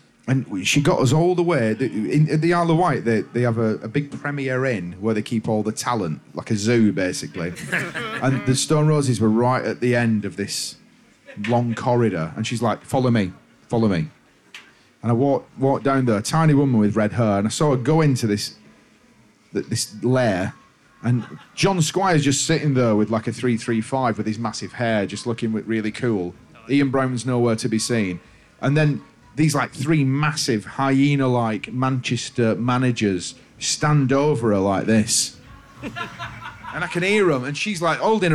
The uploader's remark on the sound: Live at Glastonbury '22. Live* with an audience at the Glastonbury festival 2022. A can or two of lager may have been supped at the Crow’s Nest stage...